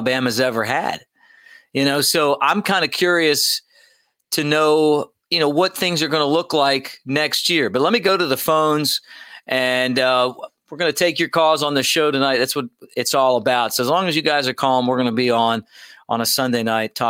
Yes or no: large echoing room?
no